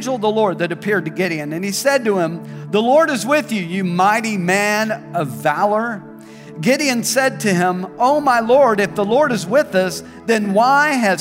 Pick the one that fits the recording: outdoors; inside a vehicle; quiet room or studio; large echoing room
large echoing room